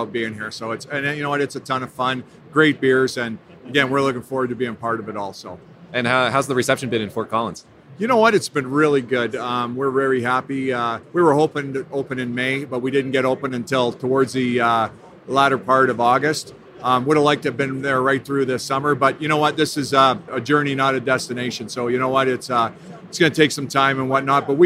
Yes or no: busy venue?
yes